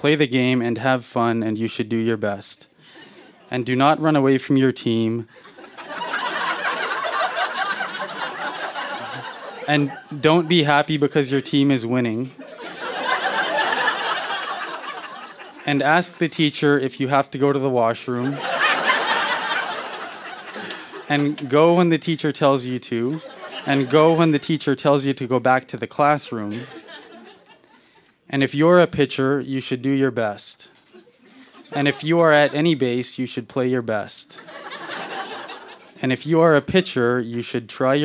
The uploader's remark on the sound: Recorded live at Yuk Yuk's in Ottawa, ON.